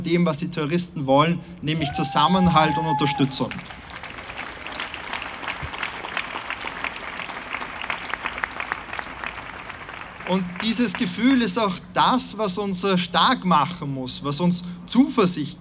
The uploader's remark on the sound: O-Ton Gedenkkundgebung für die Opfer des Anschlags in Wien.